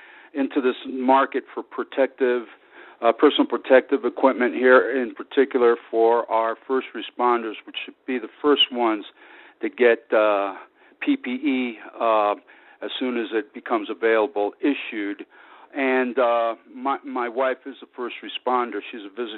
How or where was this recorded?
phone line